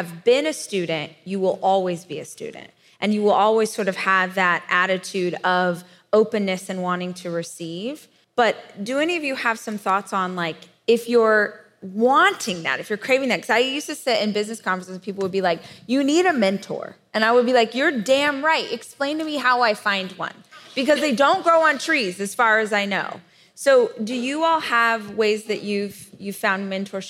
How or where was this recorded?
live audience